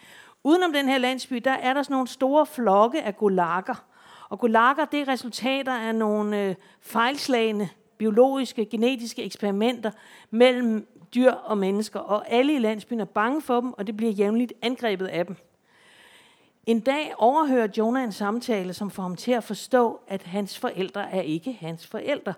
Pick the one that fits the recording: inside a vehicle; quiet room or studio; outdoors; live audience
live audience